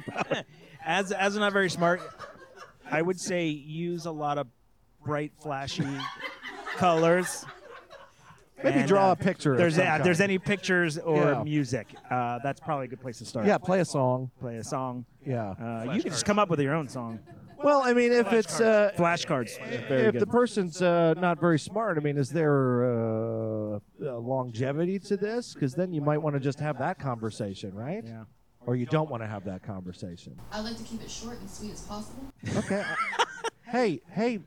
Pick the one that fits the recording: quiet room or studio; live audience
live audience